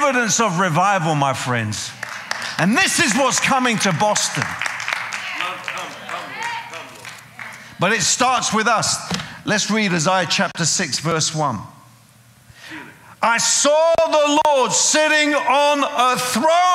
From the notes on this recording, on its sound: preaching at a CCF Ministries in Lowell